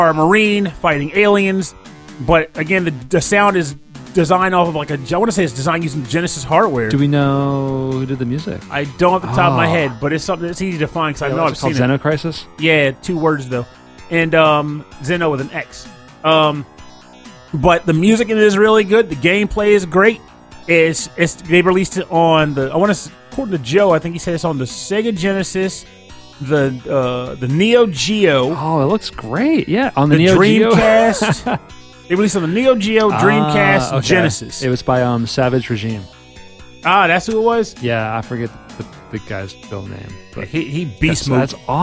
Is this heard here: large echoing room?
no